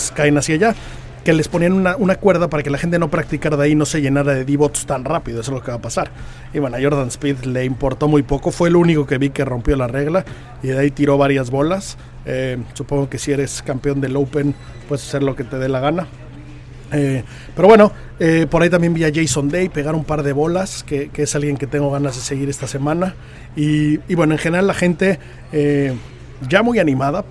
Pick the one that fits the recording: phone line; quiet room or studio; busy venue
busy venue